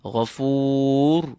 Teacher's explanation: And غفور، the غين is filled. And this ra at the end of this word is full because of the preceding dhamma